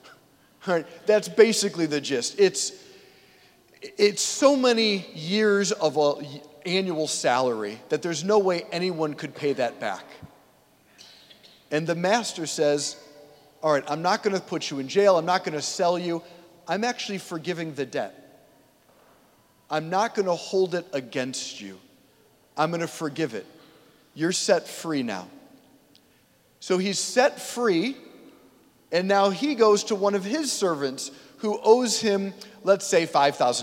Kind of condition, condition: setting, large echoing room